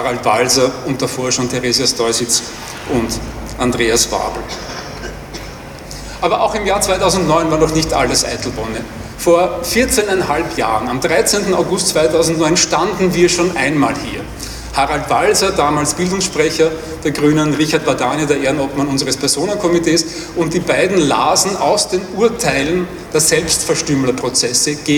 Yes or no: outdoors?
yes